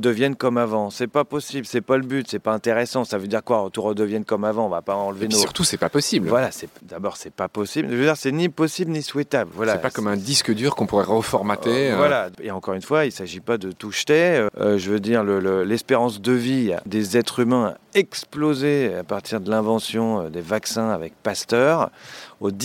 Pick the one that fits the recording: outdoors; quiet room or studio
outdoors